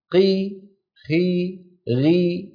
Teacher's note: الثلاثة المنفتحة القاف والغين والخاء، لما تكسر قي خي غي تجد بأنها فيها ضعف شديد، حتى بعضهم بيقول عنها مرققة. · Term: أقل تفخيما